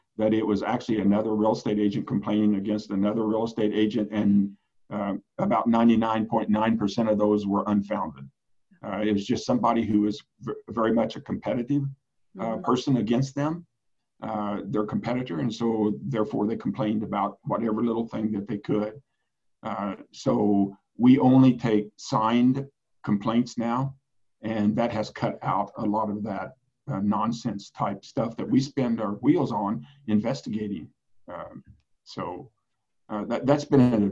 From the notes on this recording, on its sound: Sit down on Zoom for a round table discussion.